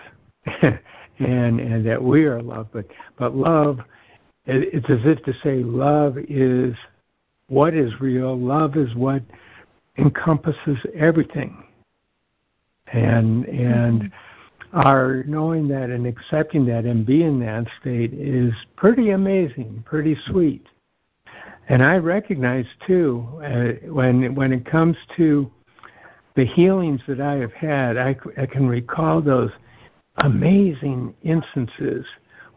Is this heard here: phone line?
yes